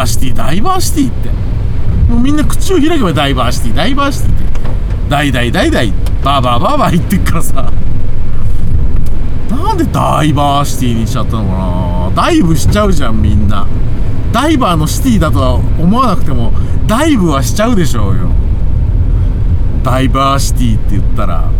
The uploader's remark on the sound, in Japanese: 君は助手席で眠っていて。急に深いこと言いだす中年男性が雨の中車を走らせる音声。この収録タイミングの雨ほんとひどかったです。車の走行音と運転手の声を遠くに聞きながら、ぼんやりとまどろんでいただくことを目的にした音声です。